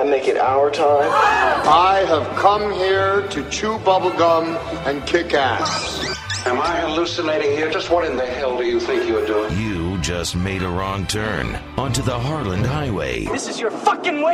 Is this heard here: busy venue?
yes